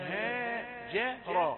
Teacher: جيم رقيقة وراء مفخمة